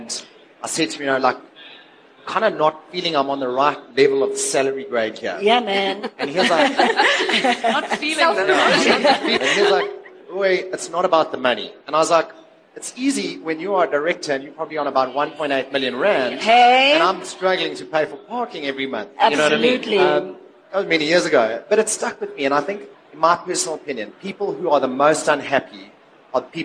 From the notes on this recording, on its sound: In front of a live event audience during the recent LeaderEx 2016 conference at Sandton Convention Centre.